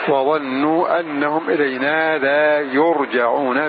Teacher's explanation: بضم الياء وفتح الجيم بناء للمفعول